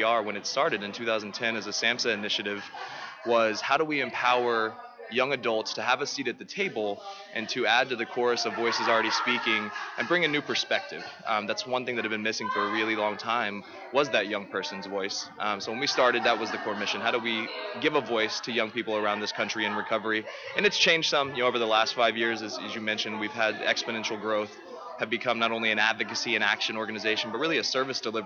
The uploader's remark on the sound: at the 2015 TAAP Conference on Addiction Studies in San Antonio, TX in August 2015